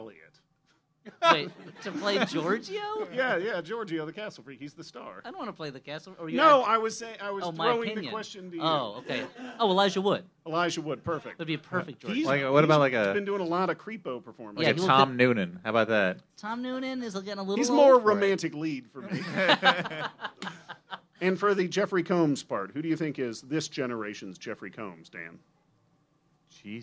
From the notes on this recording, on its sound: The Flop House Q&A at VVFD 2017 (MaxFunDrive 2017). Recorded live from Very Very Fun Day in Chicago at Thalia Hall.